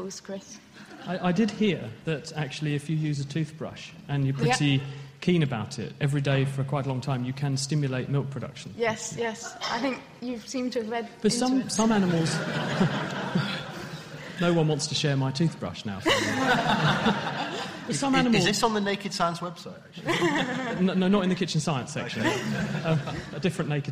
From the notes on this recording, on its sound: BANG! Naked Science Festival. The Naked Scientists take to the stage for the Cambridge Science Festival 2013.